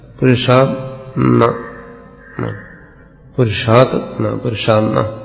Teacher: പുരുഷാത് ആ തകാരത്തിന് സന്ധിയുണ്ട്, നകാരം വരുന്നു